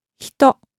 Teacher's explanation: the word is actually spelled h, I, ta, o, but as you heard, the I is not actually vocalized